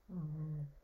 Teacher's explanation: So we call this a nasal sound because it goes through our nose and leaves our nose. It's not a lot of air, but it's especially that vibration from our vocal folds that will leave our nose.